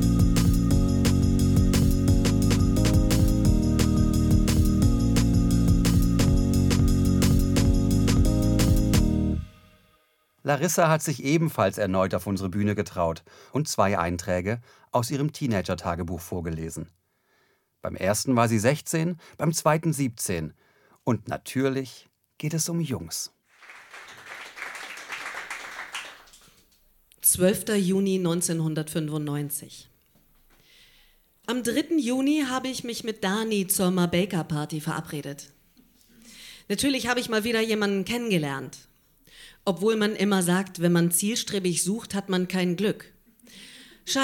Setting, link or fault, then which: setting, live audience